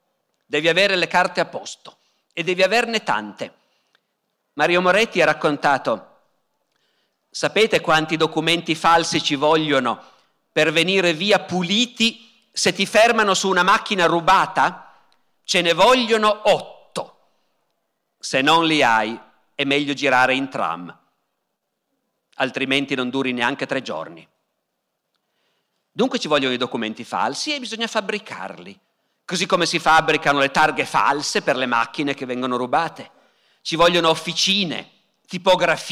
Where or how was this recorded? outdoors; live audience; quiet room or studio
live audience